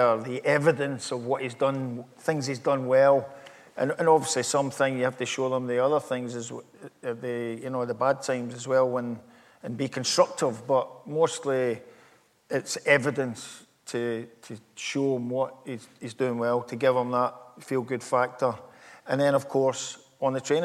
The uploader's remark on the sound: live during the Aye Write book festival in Glasgow